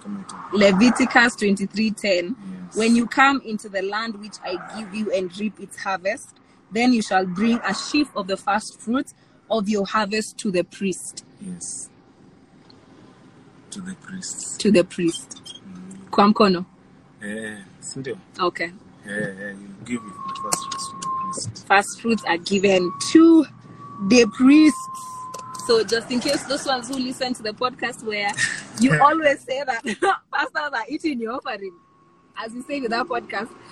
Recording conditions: phone or laptop microphone